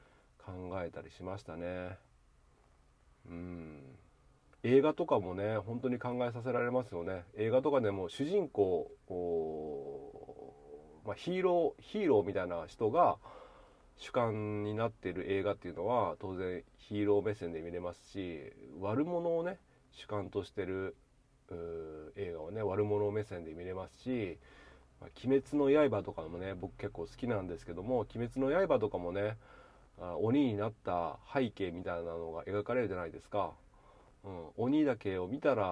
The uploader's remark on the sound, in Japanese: 軽トラを運転しながらダラダラと。